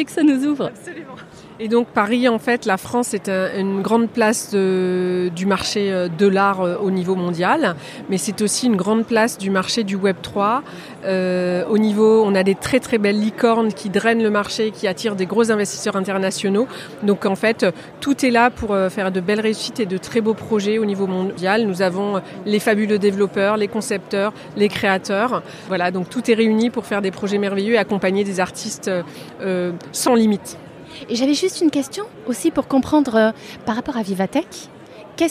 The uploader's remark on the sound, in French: Spécial NFT Paris. Episode Spécial enregistré en Live au salon NFT Paris. Aujourd'hui, j'ai rendez vous au Grand Palais éphémère pour l'événement tech le plus hype de l'année à Paris le salon NFT Paris.